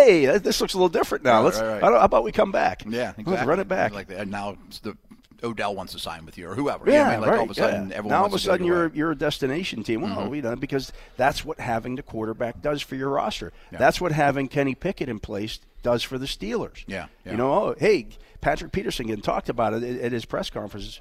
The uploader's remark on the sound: talk live from the NFL Owner's Meeting in Phoenix, Arizona